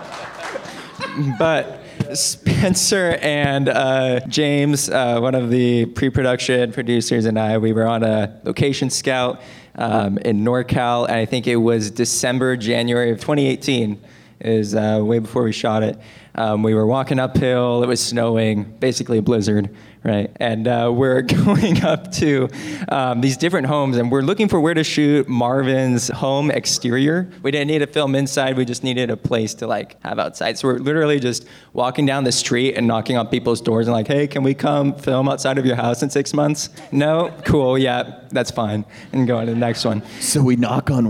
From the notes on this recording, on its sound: the Q&A Panel from the Space Waves World Premiere